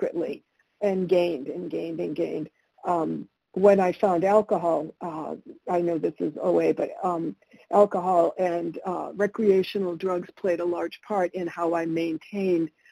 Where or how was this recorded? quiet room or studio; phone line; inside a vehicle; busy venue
phone line